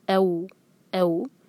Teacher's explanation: او مدلین ہے، فتح کو یا واو سے جوڑیں گے لیکن ہیوی نہیں ہونے دیں گے، او نہیں کریں گے، او او.